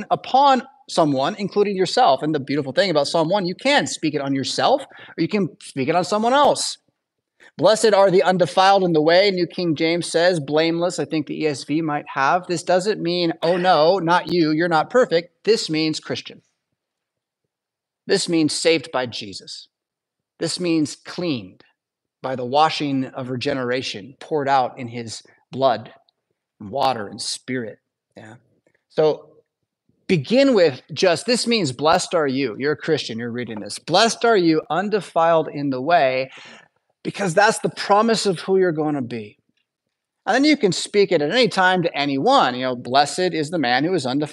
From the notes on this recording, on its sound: Preached at St Paul Lutheran Church , Rockford, Illinois on Sunday November 5th, 2023.